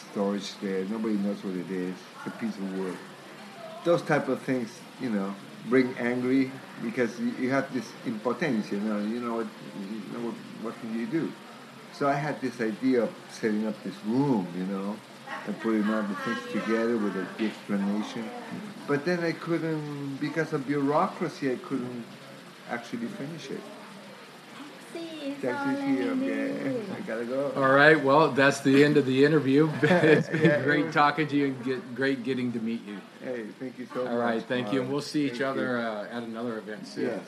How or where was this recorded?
busy venue